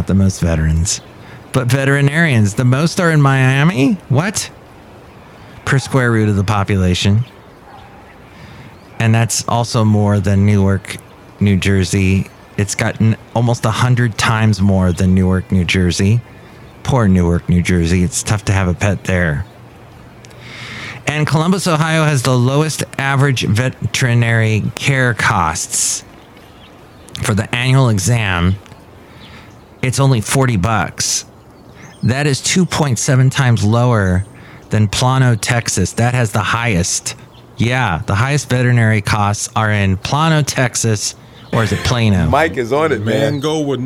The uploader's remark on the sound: podcasts live from Café Anyway